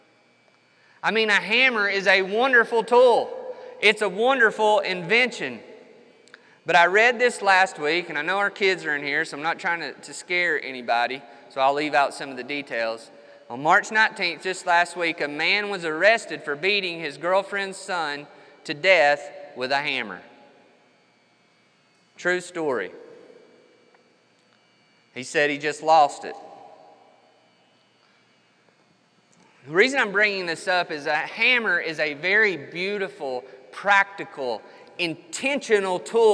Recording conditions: large echoing room